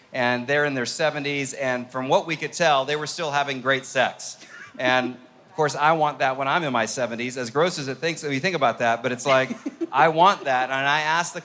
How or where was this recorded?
live audience